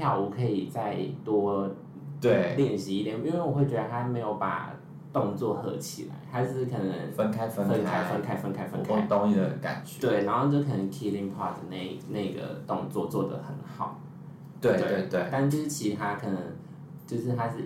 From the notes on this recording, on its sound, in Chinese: 本次錄音場地限制，音質有點出車禍，請見諒。